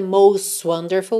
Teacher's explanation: O T de most, pintadinho de vermelho, consoante oclusiva. Pode aparecer mais, menos ou nada. Dificilmente vai aparecer nada, nada, most wonderful, porque a ligação nem fica tão fácil, né?